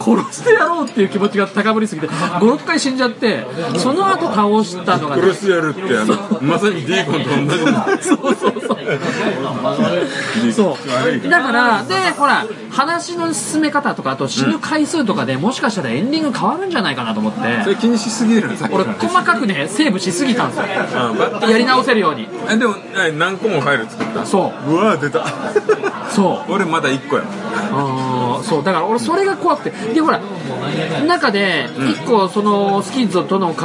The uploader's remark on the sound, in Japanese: 音声が居酒屋収録なので良くないですが